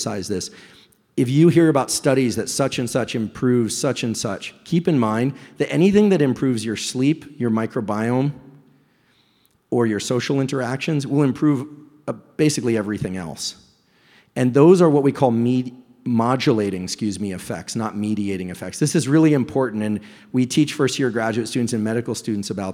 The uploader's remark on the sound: LIVE EVENT Q&A. Recently I had the pleasure of hosting a live event in New York, NY.